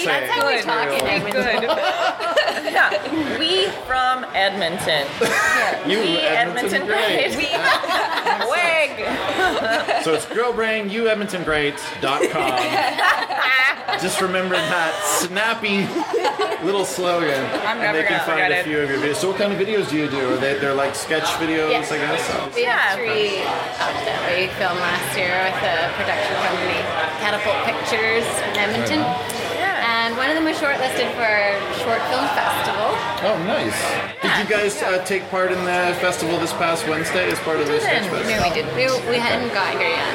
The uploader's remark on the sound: Toronto Sketch Comedy Festival. Sitting down with artists during a brunch gathering of sketch comedians.